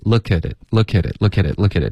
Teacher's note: 这个科特别软可是不会浊成一个歌的音